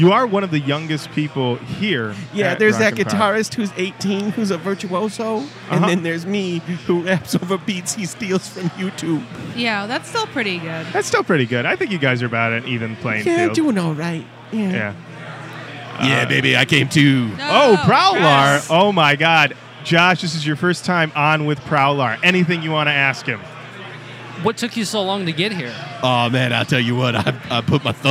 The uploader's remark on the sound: Live at Rock N Pod Expo 2